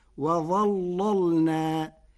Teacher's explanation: قرأ ورش كلمة وظللنا بتغليظ اللام الأولى فتصير وظللنا لمناسبة الظاء المفخمة